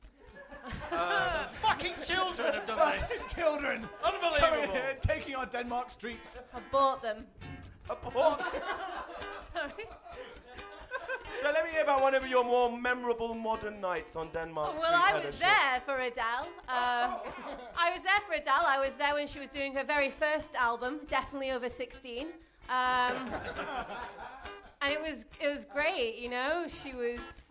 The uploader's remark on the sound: The first ever live-on-a-stage episode of The LIL Show